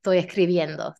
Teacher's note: Estoy dropping the ES, right? And I'm not pronouncing the S so much.